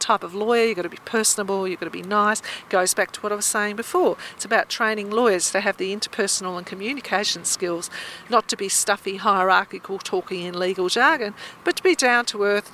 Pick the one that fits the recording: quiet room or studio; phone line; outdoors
outdoors